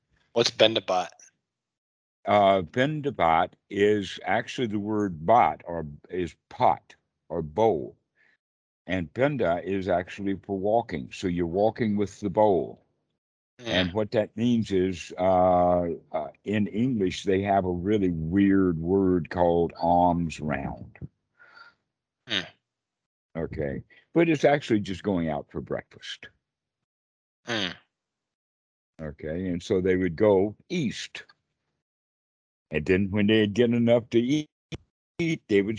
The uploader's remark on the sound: skype calls